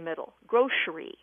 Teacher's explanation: grocery with a sh in the middle